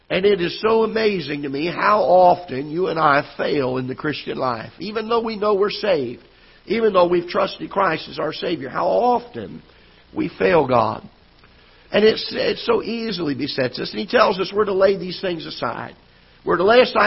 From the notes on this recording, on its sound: Ketha Heights Baptist Church ~ Live Broadcast.